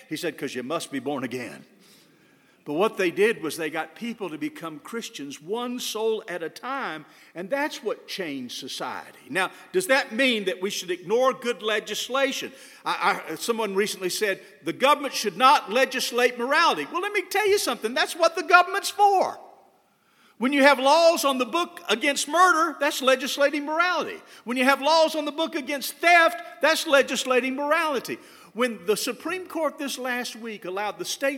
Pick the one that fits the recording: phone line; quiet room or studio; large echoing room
large echoing room